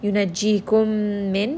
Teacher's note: both of these memes are going to merge together, meme with a sukun and then meme with a shadda. So merge these together and spend a bit of time in the nose. · Term: ghunna